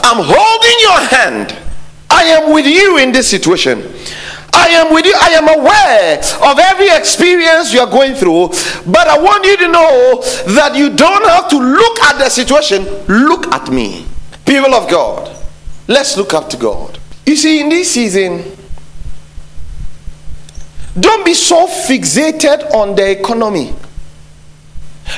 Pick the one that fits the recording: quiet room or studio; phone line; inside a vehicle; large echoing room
large echoing room